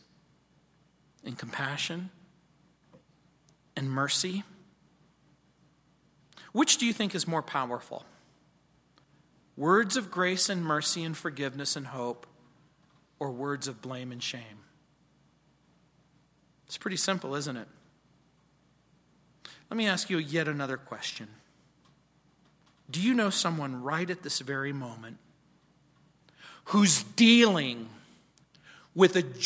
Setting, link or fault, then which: setting, large echoing room